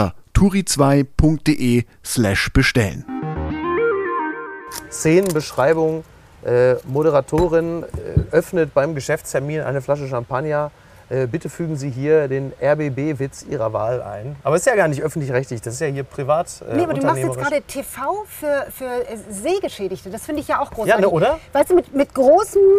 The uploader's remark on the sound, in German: in einem Tretboot-Schwan auf der Hamburger Alster